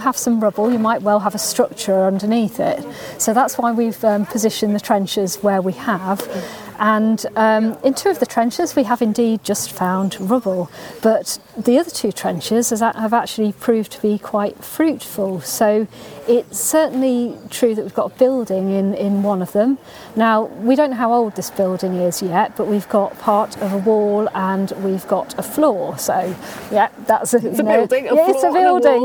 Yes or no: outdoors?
yes